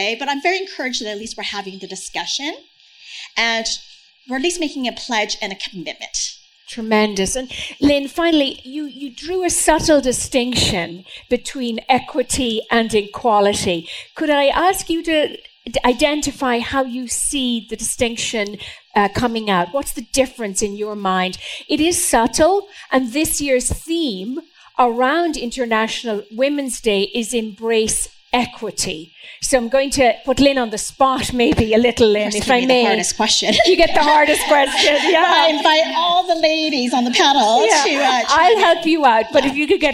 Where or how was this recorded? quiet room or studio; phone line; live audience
live audience